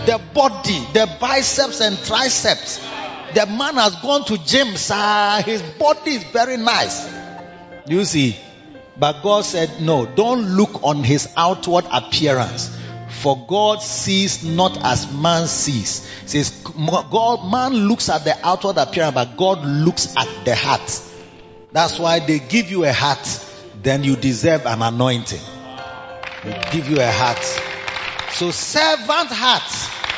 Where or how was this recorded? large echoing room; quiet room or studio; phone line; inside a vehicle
large echoing room